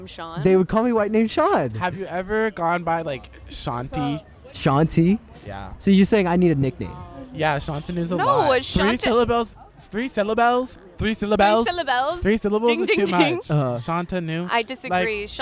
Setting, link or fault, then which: setting, busy venue